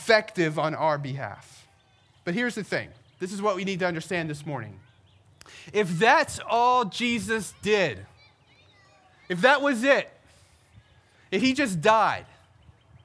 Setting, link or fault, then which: setting, outdoors